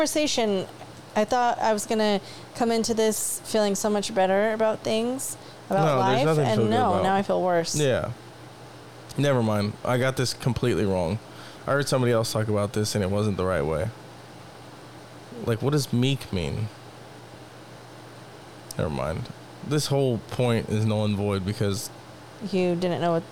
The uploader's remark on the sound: It's been hot, the air conditioner was on, it was never turned off during recording. Enjoy the soothing ambient noise of the air conditioner.